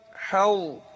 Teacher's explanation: مش عايزين الظاء تأثر على الحاء · Term: الحاء مرققة